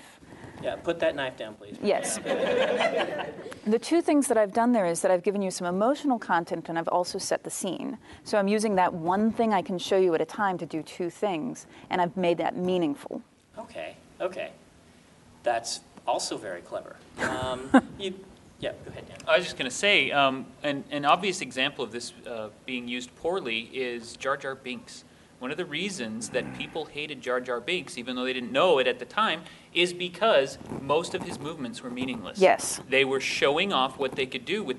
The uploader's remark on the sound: She joined us at WorldCon 67 in Montreal, and totally schooled us in front of a live audience.